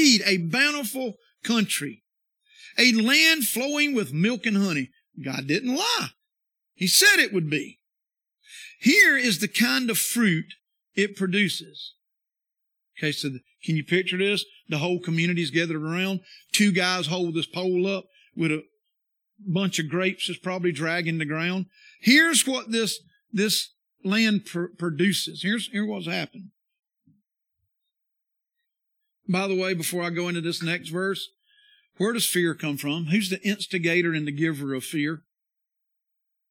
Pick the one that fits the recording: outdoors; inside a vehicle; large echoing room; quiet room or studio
large echoing room